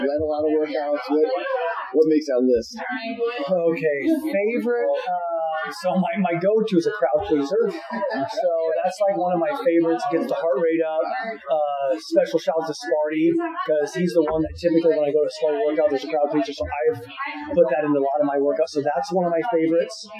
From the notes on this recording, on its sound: This episode is in person so there may be some background noise